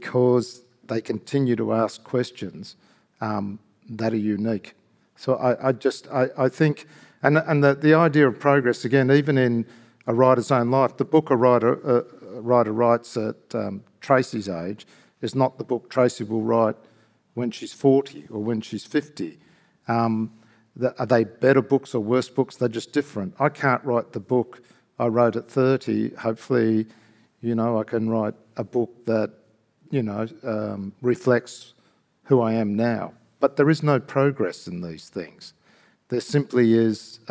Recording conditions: live audience